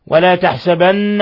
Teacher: النون مشددة تغن مقدار حركتين · Term: حرف غن مشدد